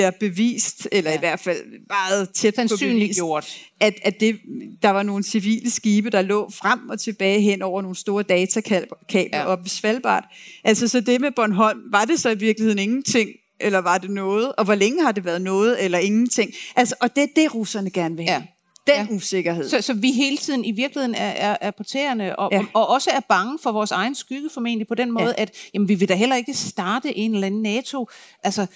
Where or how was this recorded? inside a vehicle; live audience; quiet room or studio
live audience